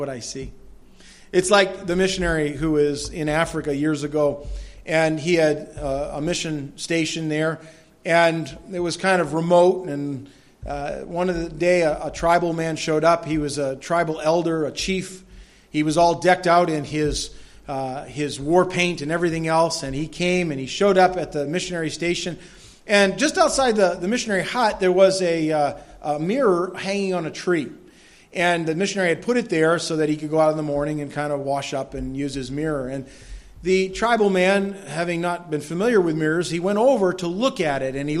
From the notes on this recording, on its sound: delivered at Madawaska Gospel Church on the morning of July 10, 2016